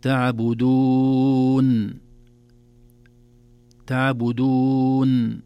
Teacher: إذن نظهر النون من الخيشوم بدون بتر لها وبدون إخفاء لها وبدون كذلك إطالة لزمنها